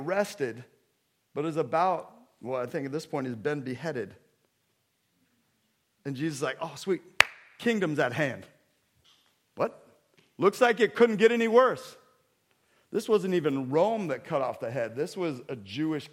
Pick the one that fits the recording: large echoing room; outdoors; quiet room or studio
large echoing room